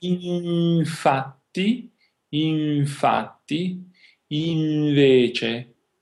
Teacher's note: Credo un po' si può dire un po' come il francese, perché si sente un suono qui nel naso, ma non si pronuncia la N